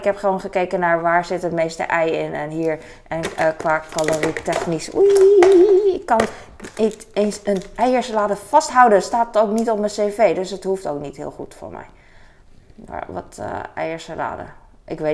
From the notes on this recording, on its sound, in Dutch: Boodschappen JUMBO. Fijne achtergrondgeluiden.